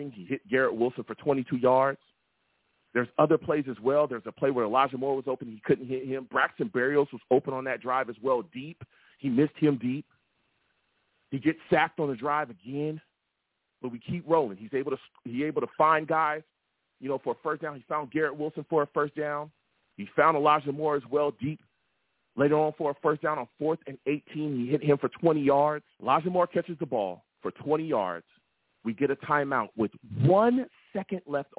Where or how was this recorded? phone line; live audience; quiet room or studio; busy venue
phone line